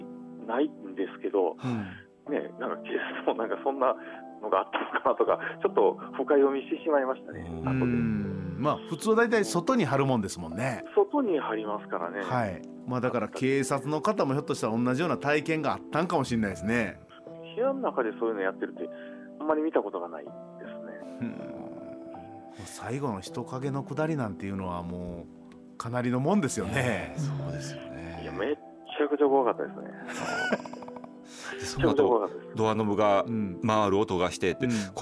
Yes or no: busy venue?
no